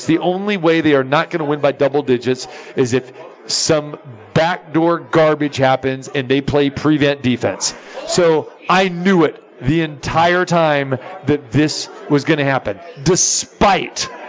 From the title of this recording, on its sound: Live from the Super Book at Westgate Las Vegas